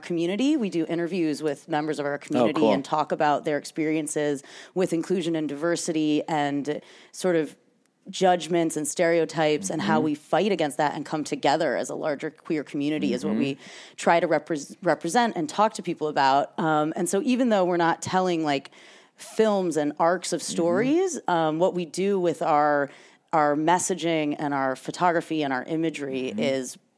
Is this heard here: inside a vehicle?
no